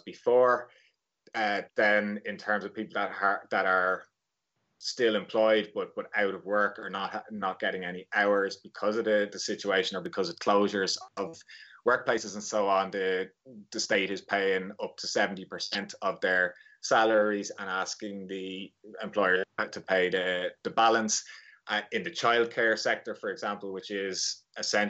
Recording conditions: video call